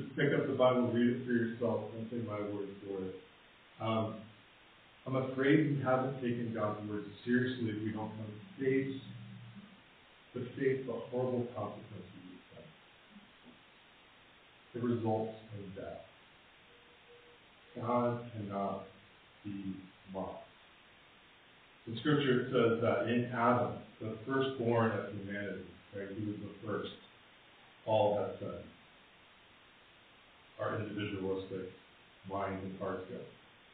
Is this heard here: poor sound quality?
yes